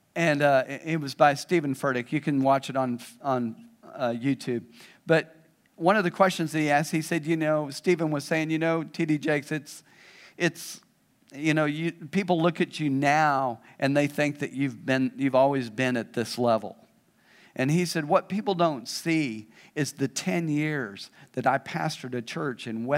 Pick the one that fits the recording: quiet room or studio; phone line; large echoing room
large echoing room